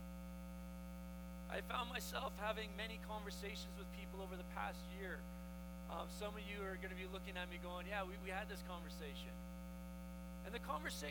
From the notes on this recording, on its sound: We apologize for the hum and are working to rectify the problem.